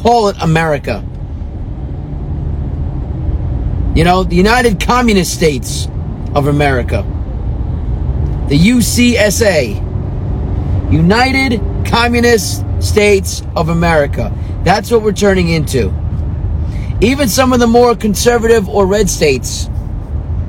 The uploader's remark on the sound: Patriotic Thoughts From The Car Part 3.